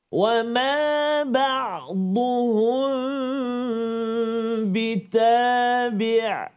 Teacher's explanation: Jadi iaitu kita baca dia tu menyembunyikan sebutan uh, mim sakinah ataupun mim mati di samping huruf ba. Maka bacaan dia ialah dengung dengan dua harakat. · Term: dengung dua harakat